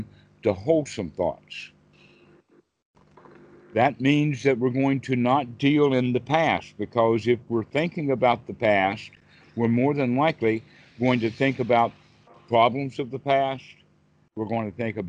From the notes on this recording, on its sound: skype calls